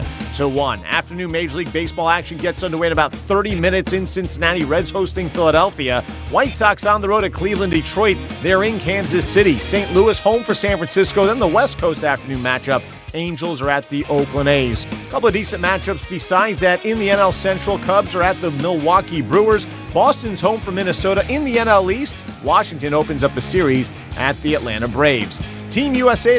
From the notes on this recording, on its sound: from our new radio show home, Buz and Ned's Real Barbecue on West Broad Street.